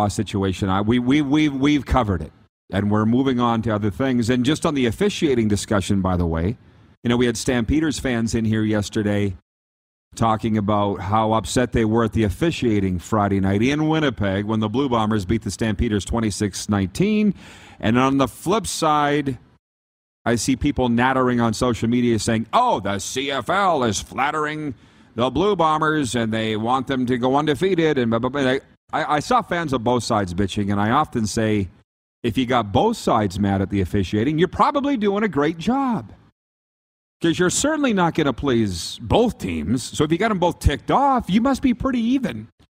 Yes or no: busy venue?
yes